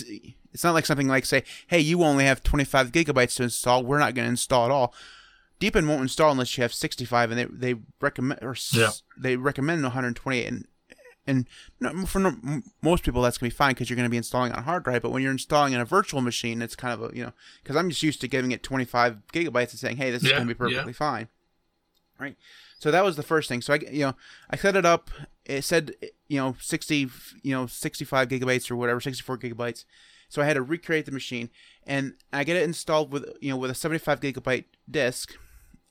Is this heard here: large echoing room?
no